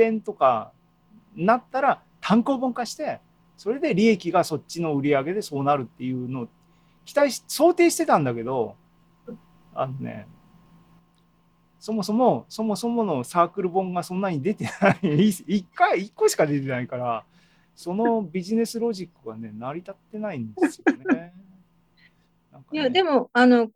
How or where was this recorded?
video call